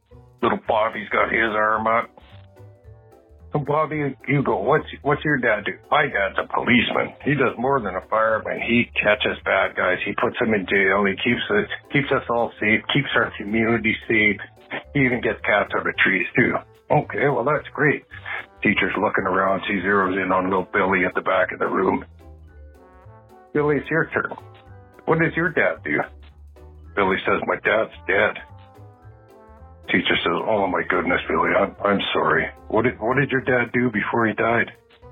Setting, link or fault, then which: link, phone line